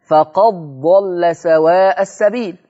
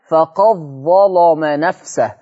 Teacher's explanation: ورش يضغم دال قد في الضاد وفي الظاء · Term: الإضغام الجائز